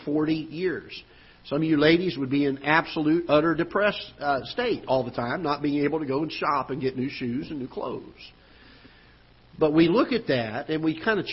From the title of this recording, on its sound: Ketha Heights Baptist Church ~ Live Broadcast